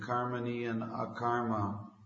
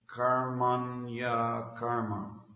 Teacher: When there are two words together like that, usually in the chanting, karmani and akarma, the pronunciation becomes karmanya karma. · Shown in: second take